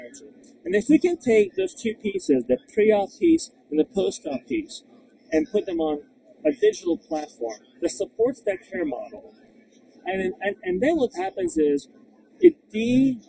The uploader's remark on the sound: live from HLTH 2023